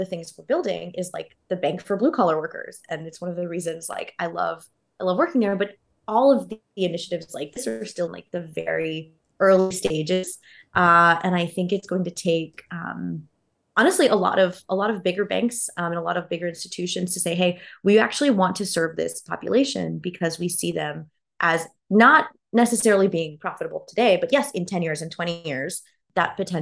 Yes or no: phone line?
no